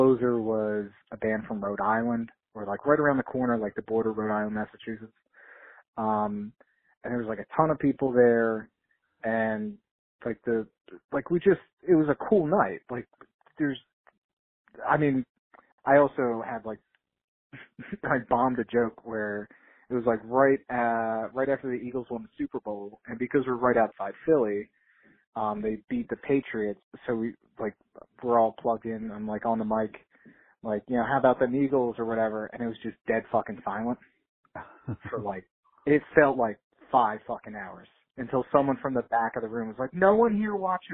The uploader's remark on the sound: called in to chat